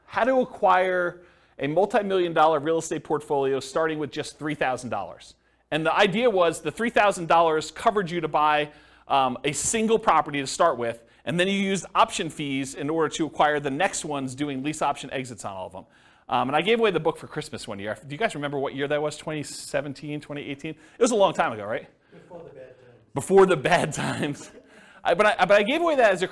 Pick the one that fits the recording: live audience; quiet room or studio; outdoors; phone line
live audience